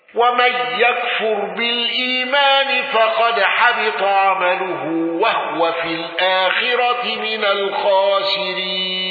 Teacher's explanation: خلف عن حمزة بترك الغنة وترك السكت